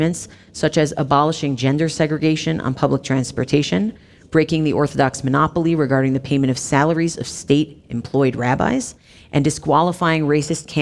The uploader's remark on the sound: Adapted from a conversation recorded before a live audience during our annual Community Leadership Program at the Shalom Hartman Institute in Jerusalem.